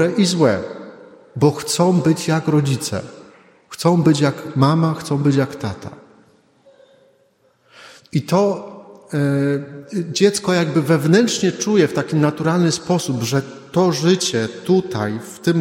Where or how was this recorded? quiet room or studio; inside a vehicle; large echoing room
large echoing room